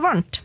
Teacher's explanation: Så hvis du prøver å si en M, og så tar du i stedet for å lukke leppen, så tar du tunga bak på tennene.